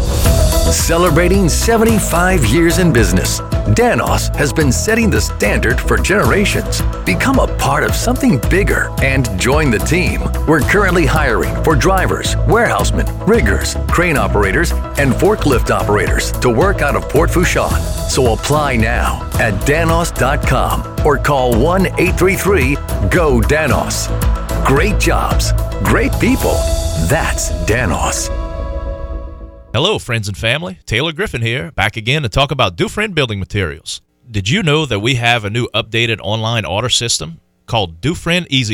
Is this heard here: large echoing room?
no